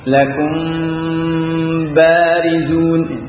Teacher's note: Maka bagaimana pengucapan benar ini adalah dengan disamarkan dan tekanan dua bibir ini tidak kuat. · Term: ikhfa syafawi